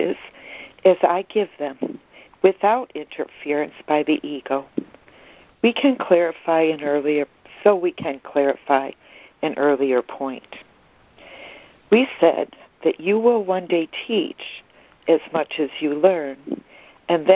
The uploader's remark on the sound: ACIM Daily Conference Call.